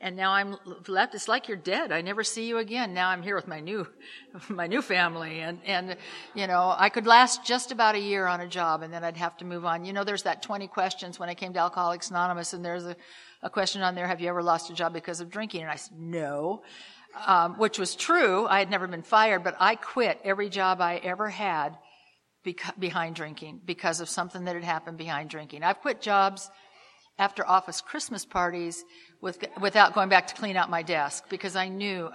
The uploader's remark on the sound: Telling her story at the Live at Pine Lake Speaker Meeting held every Saturday Night in Seattle in Dec of 2016.